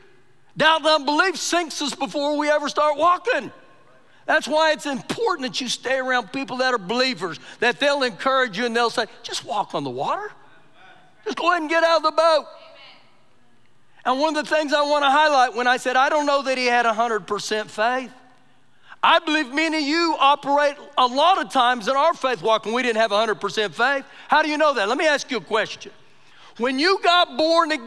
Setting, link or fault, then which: setting, large echoing room